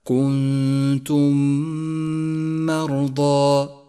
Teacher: وجاءت بعدها ميم متحركة وهي حرف الإدغام الشفوي الوحيد، فالواجب هنا أن ندغم الميم الأولى بالميم الثانية فتصيرا ميما واحدة مشددة نقف عليها بغنة زمنها حركتان